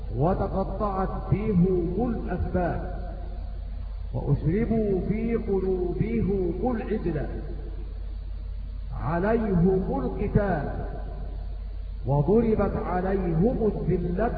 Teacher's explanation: يقرؤون بضم الهاء تبعا لضمة الميم، فيقرؤون هكذا وتقطعت فيهم الأسباب وأشربوا في قلوبهم العجلة عليهم القتال وضربت عليهم الذلة والمسكنة.